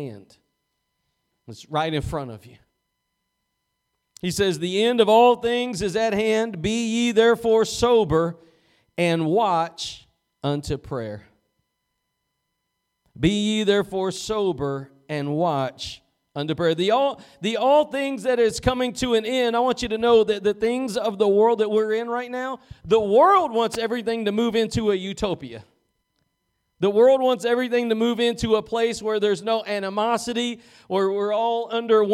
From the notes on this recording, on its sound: Preached at Gospel Lighthouse in Bossier City, La.